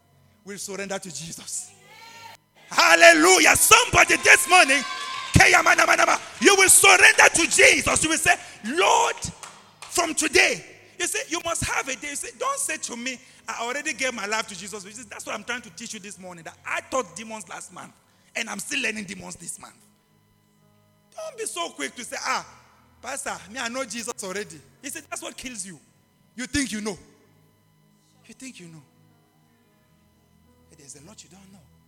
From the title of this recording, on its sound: LIVE AT ABC ROBEGA